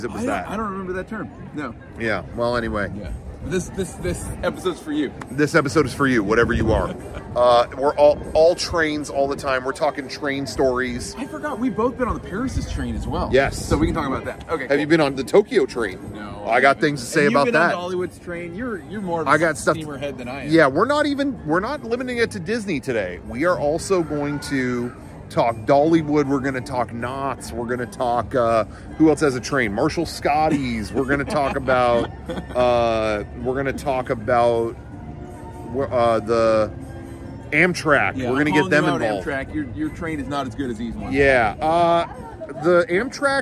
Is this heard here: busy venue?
yes